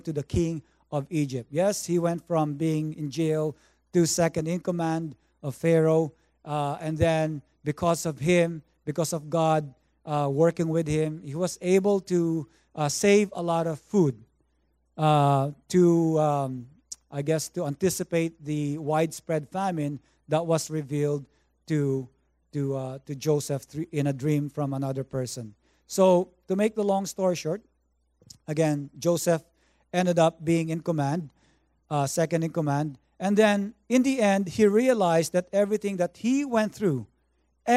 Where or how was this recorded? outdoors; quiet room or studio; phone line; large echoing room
large echoing room